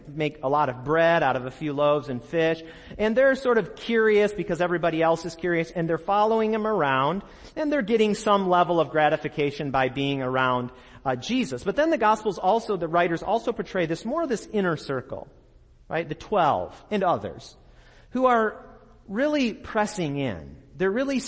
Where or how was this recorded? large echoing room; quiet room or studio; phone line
large echoing room